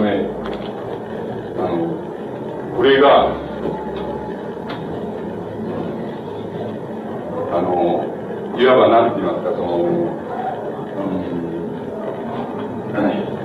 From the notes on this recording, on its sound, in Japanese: 主催：國學院大学文芸部 共催・國學院大学文化団体連合 場所：国学院大学412教室。校内放送をはじめ周辺のノイズが 多く入っており音質はよくない。質疑応答も途中で切れている。